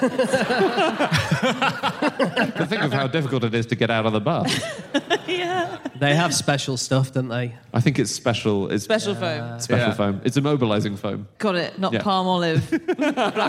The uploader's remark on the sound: Live from Birmingham